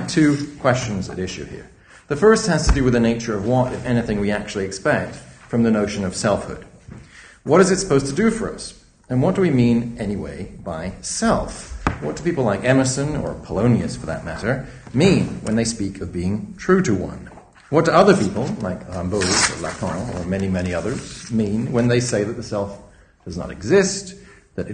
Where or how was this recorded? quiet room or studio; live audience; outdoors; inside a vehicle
live audience